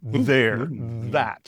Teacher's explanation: So if you think of a word like there or that, you can feel, if you touch your throat, you can feel the vibration of the vocal cords vibrating with there, that · Term: voiced TH